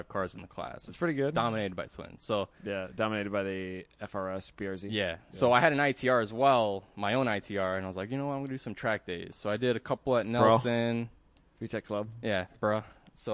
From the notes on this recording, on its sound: Post Race Paddock Podcast, live from Mid Ohio. Took the recording equipment with!